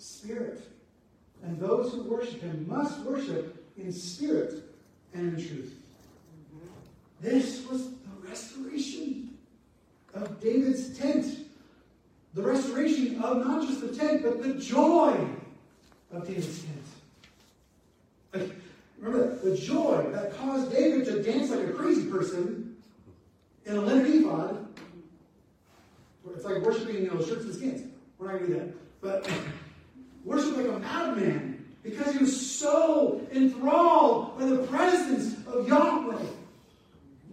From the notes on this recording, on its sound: Apologies for the sound not working well